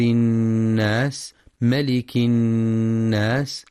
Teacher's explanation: وينتبه القارئ للغنة في النون المشددة من كلمة الناس فهي أكمل ما تكون، مع بيان صفة الهمس والصفير في السين.